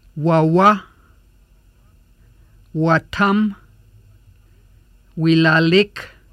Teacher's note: The W sound is made with the lips rounded and vocal cords vibrating.